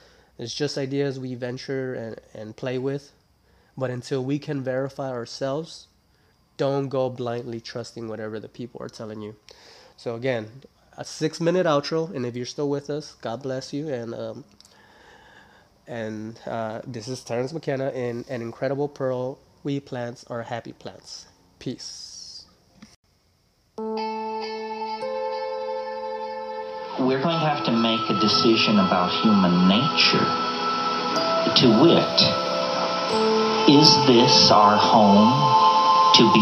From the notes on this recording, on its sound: sorry for the wonky sound on this one